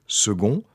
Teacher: mot dans lequel aujourd'hui le C reste toujours prononcé « G »